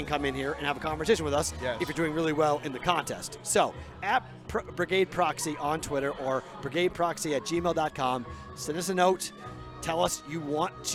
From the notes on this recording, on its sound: Live From Stadium Swim at Circa Las Vegas. Host a live show with the Brigade for the first time ever in Las Vegas.